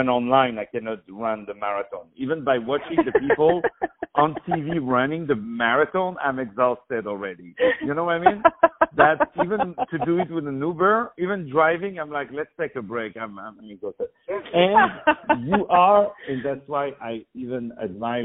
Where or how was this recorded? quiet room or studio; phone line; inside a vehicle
phone line